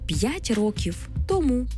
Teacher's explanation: у непрямих відмінках ці займенники зберігають свій наголос на другому складі, якщо їх вживають без прийменника